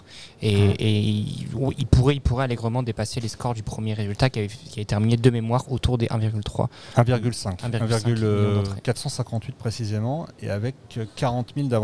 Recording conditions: busy venue